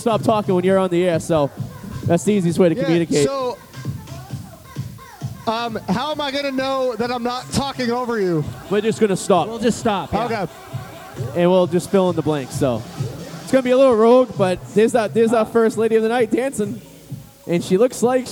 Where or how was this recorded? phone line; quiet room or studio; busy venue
busy venue